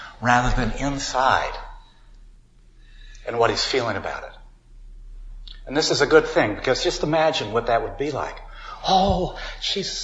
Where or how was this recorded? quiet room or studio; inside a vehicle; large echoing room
large echoing room